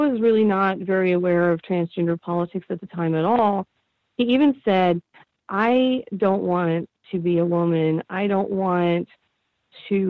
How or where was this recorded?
phone line